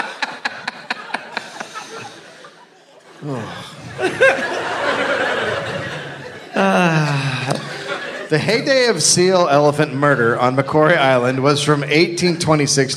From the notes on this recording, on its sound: Live from Melbourne, Australia